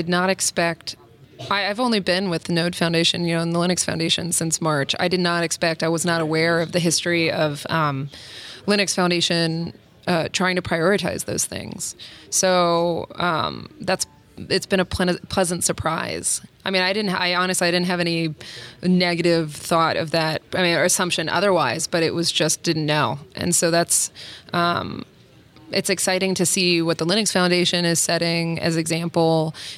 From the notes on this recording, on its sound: recorded at Node Interactive 2016